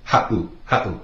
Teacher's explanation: If you were to take out that 7, it would be pronounced ha'u, with the 7 in there. It makes that little glottal stop, that pause.